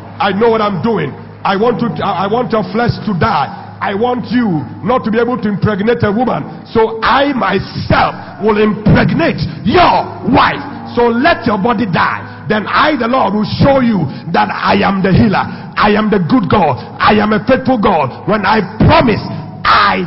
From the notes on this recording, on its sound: Sunday Communion Service at the Pentecost International Worship Center, Atomic.